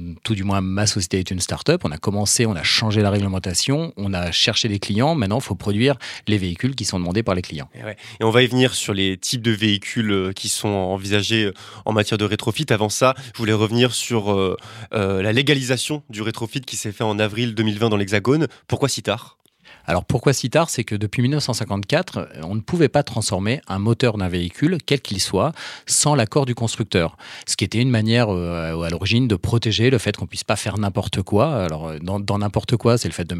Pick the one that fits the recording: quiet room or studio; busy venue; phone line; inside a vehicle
quiet room or studio